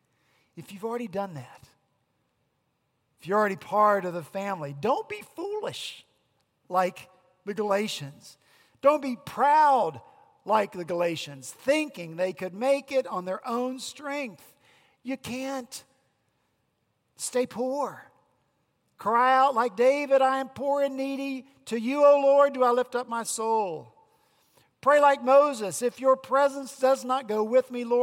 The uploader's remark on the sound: At Redeemer Presbyterian Church in Charleston, SC.